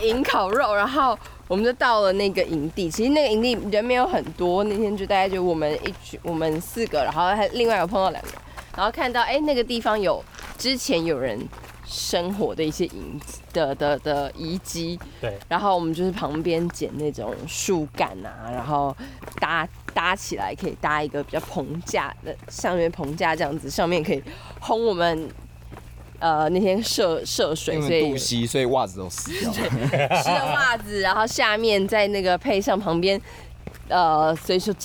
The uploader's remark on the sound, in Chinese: 跟著我們下山邊走邊聊。錄音地點：草嶺古道。